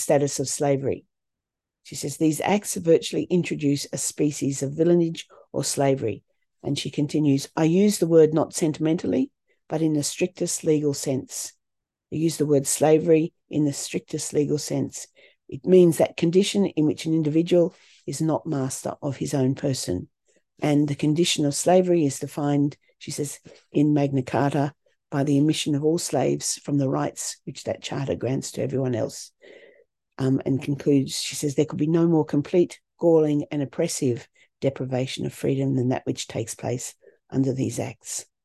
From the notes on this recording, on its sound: A live webinar on 10am Sunday 19th November 2023.